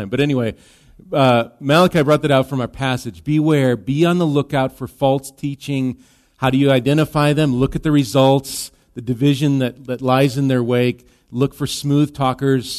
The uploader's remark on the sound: Recorded live at Bethany Bible Church on: 12/17/23. Bethany Radio is a production of Bethany Bible Church in LeRoy, MN.